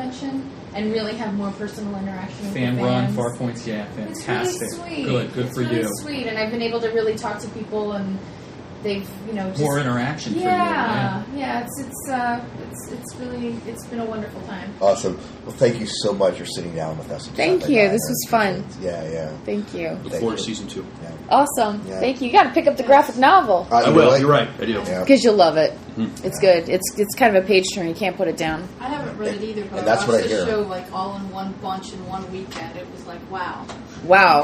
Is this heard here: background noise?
yes